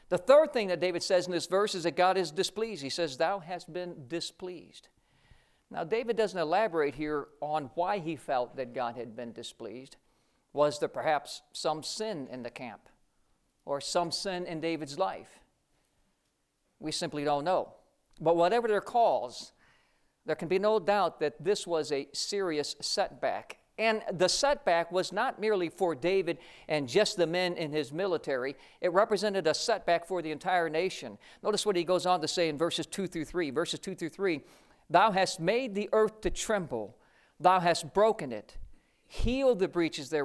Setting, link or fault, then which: setting, large echoing room